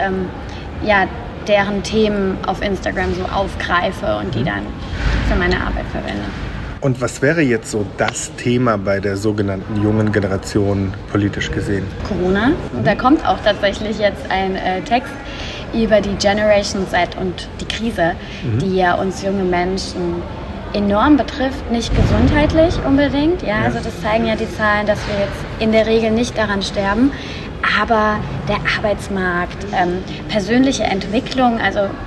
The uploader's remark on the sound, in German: Das Mikro hat NIX aufgezeichnet. Zum Glück lief noch das iPhone als Backup mit. Die Qualität ist also mäßig.